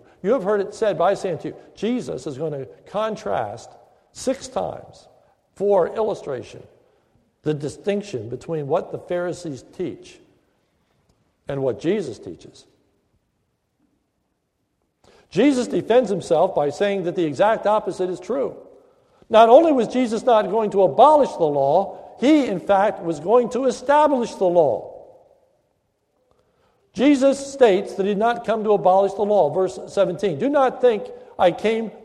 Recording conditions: large echoing room